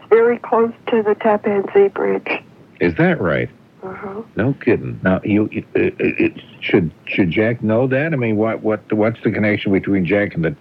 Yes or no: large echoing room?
no